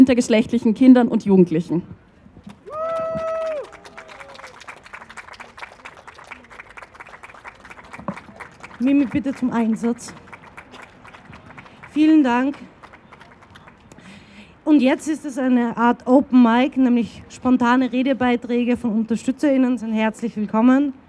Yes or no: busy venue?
yes